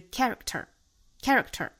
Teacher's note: Your 和 character 这两个单词都是含有字母 r，包括前面这个 for 哈，所以说都是要卷舌的。Your character, your character, character.注意这个 k 不要发的过重哈，不要发了加元音的那个 k，不是 caricature，而是 character, character.大家好像听不到这个 k 的发音了，因为它被失去爆破掉了。